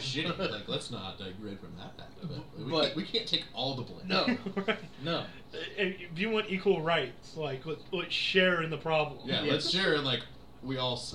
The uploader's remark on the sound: lots of technical issues.